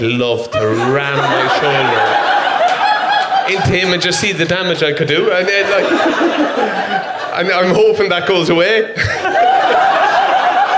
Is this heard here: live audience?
yes